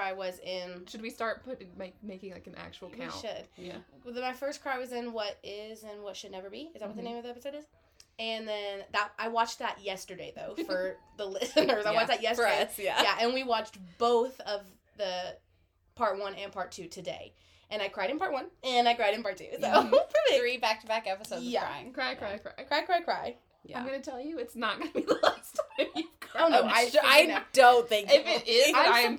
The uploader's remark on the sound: Sorry about the noise in the background. Parents gonna do what parents gonna do.